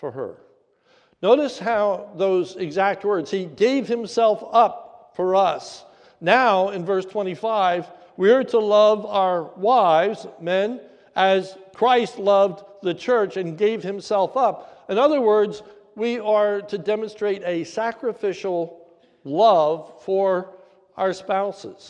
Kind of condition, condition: setting, large echoing room